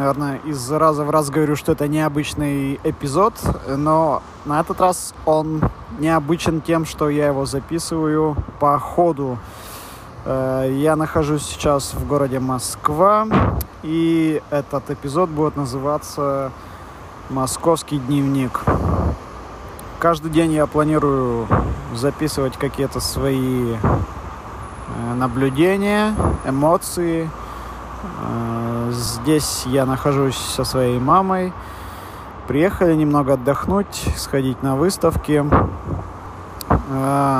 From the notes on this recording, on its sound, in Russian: Эпизод подкаста, записанный по пути следования по дорогам Москвы. Качество страдает, но условия не позволяли сделать чище звук, записанный на улице.